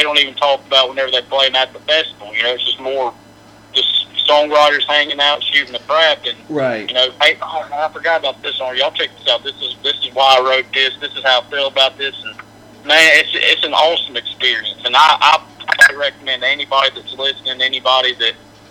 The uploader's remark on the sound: Good Friends Call